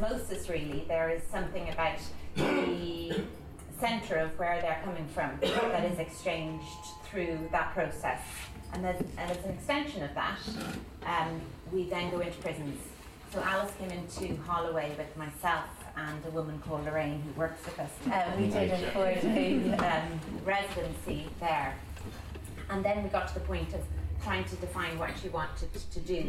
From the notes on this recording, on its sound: They met in the Donmar kitchen (sorry about the cutlery sounds) with some of our audience members.